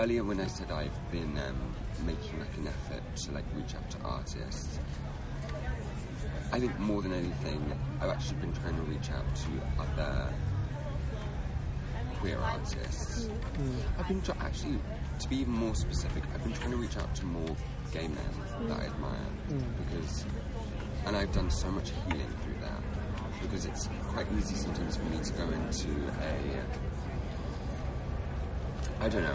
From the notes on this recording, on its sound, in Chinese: 这份音频采访是在今年五月戛纳电影节现场录制完成的